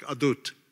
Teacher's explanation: There's no TH sound in Hebrew, so it's probably more like adut.